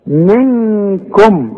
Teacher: نون بدون تشكيل بعدها كاف من حروف الاخفاء هنا تغن لازم بمقدار حركتين